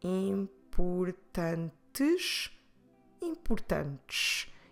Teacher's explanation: You see how we always drop the last E of words.